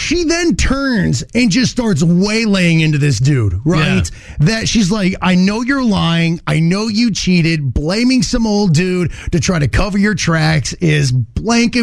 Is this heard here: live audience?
no